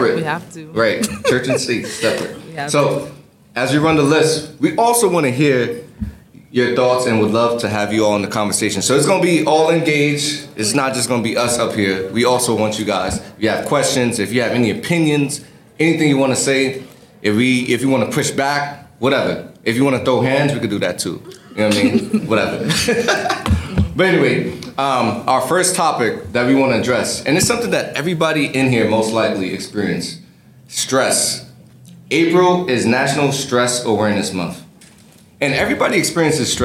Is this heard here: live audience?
yes